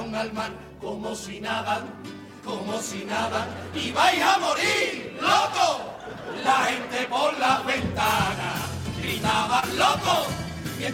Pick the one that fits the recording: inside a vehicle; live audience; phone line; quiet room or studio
live audience